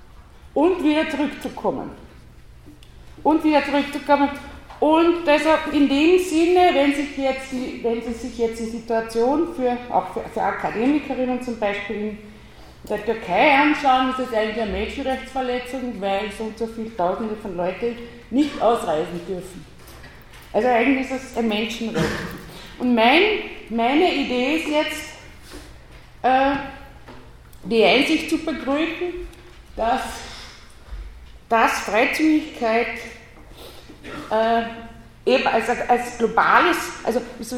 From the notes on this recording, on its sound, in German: Ringvorlesung im WS 2016 Vortrag